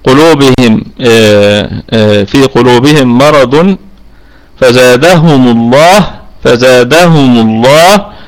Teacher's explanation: ستكون لام لفظ الجلالة مفخمة لأنها سبقت بالضمة، الضمة التي هي في ميم الجمع.